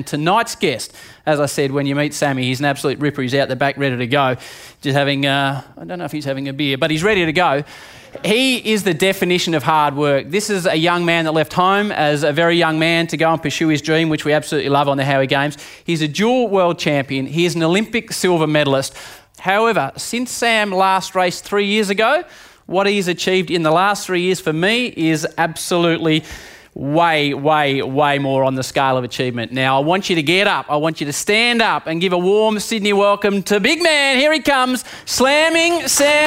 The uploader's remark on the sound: Which was recorded in front of a live audience (a first for the Howie Games).